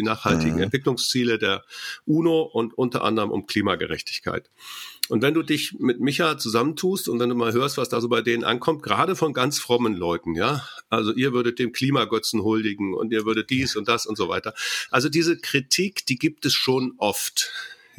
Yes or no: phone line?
no